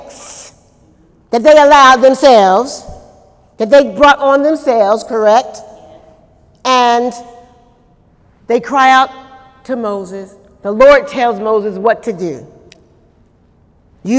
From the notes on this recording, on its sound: During Wednesday night service on April 26, 2018